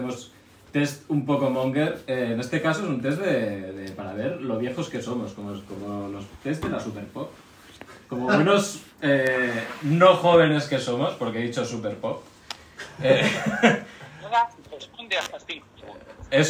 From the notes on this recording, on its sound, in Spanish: Bootleg edition. Nos encontramos con un ordenador nuevo, y vemos en pleno directo, que no graba ni la llamada, ni los micros, ni la intro, ni nada. Acabamos grabando el programa poniendo un auricular encima de un movil el cual graba el audio. Disculpad por el sonido.